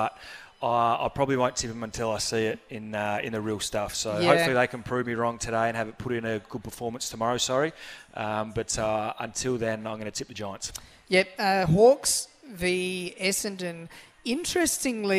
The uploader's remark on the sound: On location this morning at Harbour Town Shopping centre looking after an Audi G5 thanks to Audi Solitaire.